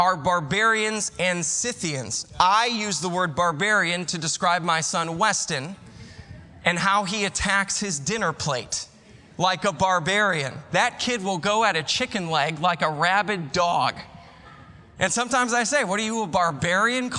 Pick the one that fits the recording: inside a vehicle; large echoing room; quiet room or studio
large echoing room